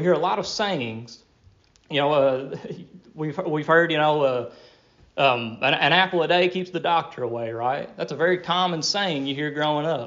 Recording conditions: large echoing room